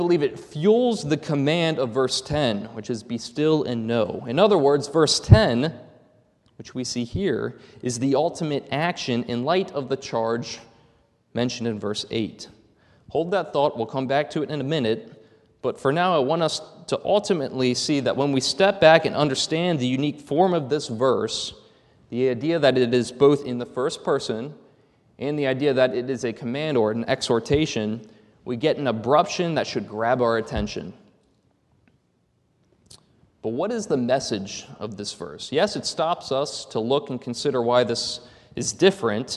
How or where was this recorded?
large echoing room